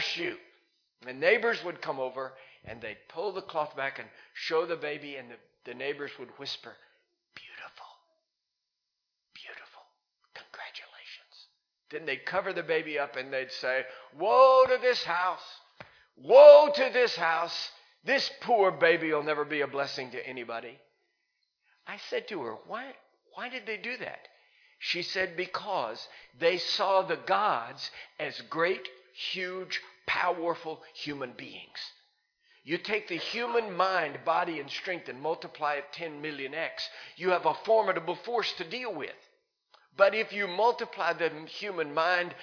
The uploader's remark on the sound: Recorded live in Liberty Church in 2019